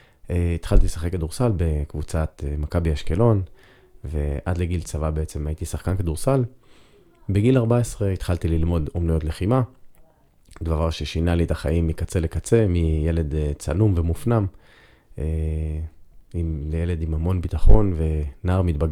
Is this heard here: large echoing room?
no